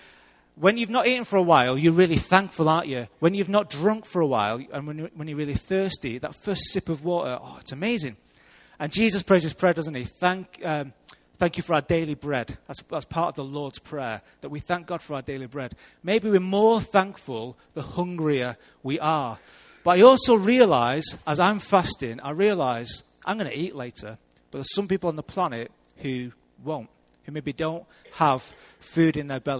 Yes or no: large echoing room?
yes